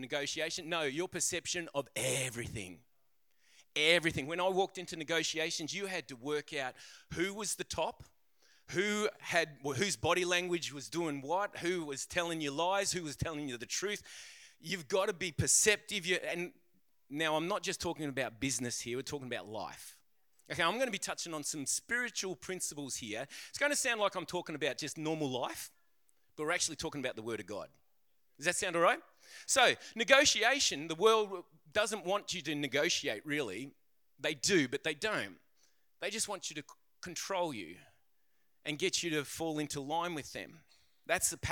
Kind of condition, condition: setting, large echoing room